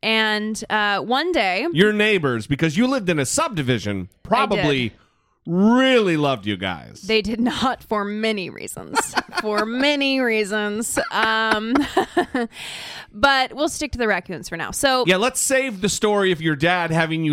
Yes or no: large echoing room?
no